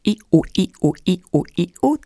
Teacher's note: Kāpēc man ļoti patīk šis, jo tur ir divas ļoti svarīgas pozīcijas - iu, iu, iu, iu, tā tad lūpas tiek savilkts uz sāniem un uz priekšu, un visu laiku tas aktīvi mainās